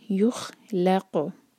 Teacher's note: कौफ जो है कलकला वाला लेटर है, कौफ पर सुकून, तो हम उसको बाउंस करेंगे